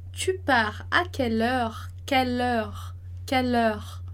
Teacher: E ali no quelle heure a gente vai juntar, vai ficar quase como se soasse uma só palavra